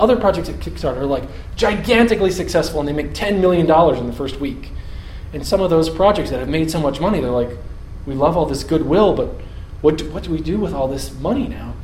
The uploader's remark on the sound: Audio from a talk I gave on January 16th, 2015